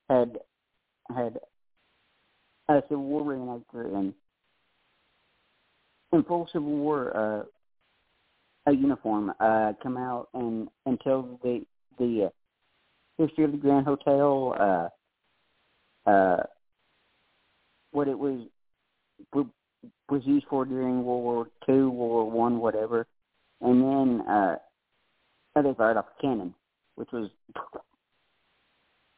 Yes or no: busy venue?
no